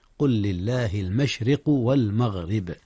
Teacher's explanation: ترقيق الراء المشرق، لأن الراء مكسورة